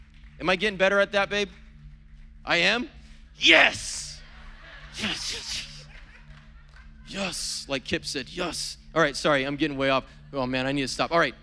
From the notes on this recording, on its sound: was preached on April 10th at the 10AM service